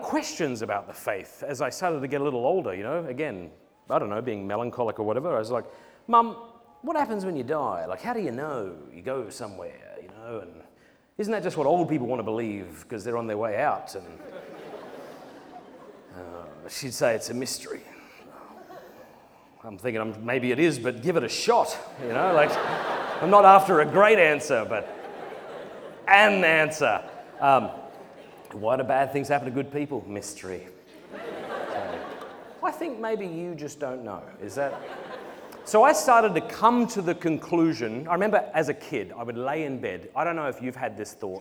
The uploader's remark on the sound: Presented at Purpose Conference 2023.